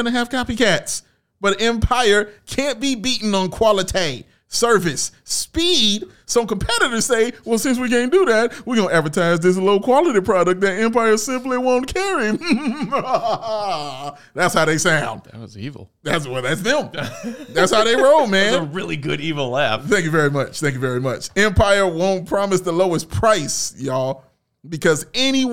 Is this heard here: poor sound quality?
no